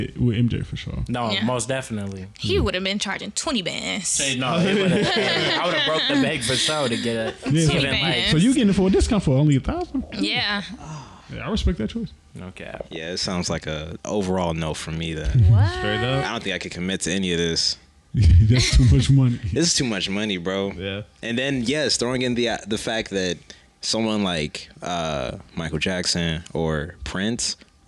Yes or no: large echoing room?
no